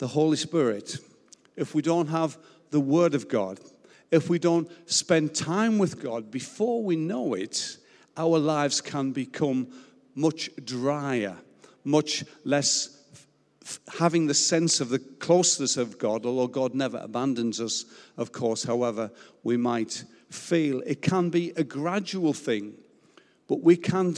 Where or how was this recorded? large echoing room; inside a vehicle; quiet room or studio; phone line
large echoing room